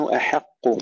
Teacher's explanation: ترقيق الهمزة والحاء ثم تفخيم القاف